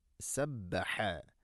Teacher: സബ്ബഹ, ഹ തൊണ്ടയുടെ മധ്യഭാഗമാണ് മഖ്റജ്